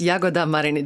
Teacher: immer Initialakzent, wie das so schön heißt. Also vorne die ersten Silben